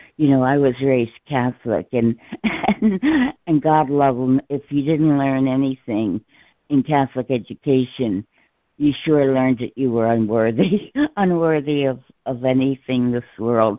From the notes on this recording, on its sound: ACIM Daily Conference Call